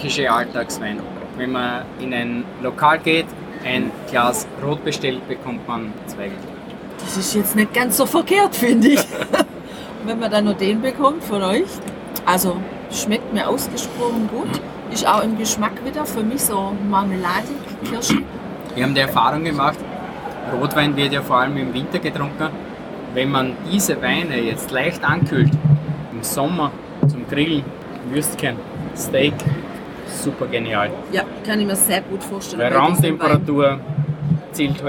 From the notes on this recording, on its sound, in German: hörst du heute live von der weltgrößten Weinmesse „ProWein“.